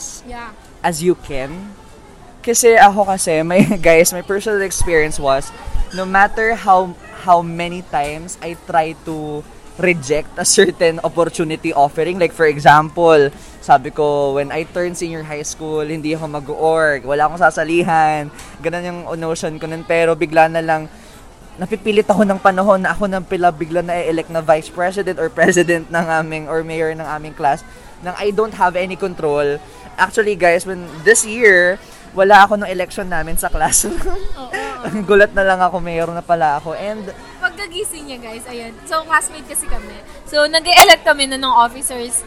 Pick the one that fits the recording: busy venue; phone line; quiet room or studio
busy venue